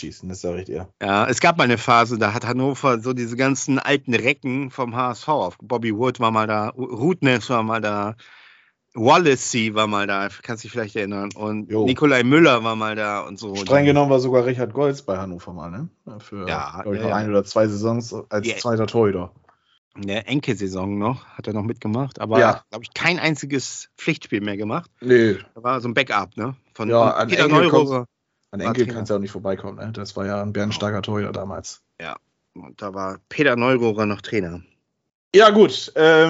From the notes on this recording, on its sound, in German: Aufgezeichnet am 06.05.2022 via Skype